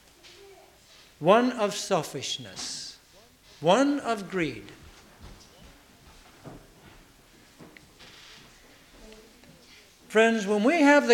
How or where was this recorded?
large echoing room